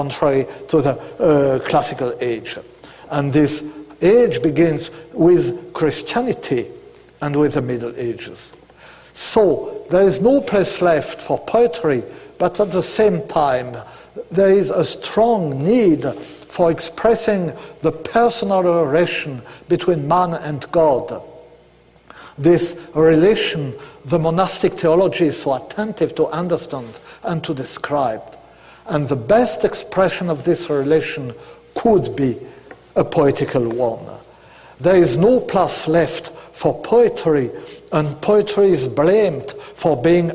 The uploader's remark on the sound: delivered March 5th 2009, at the University of Chicago.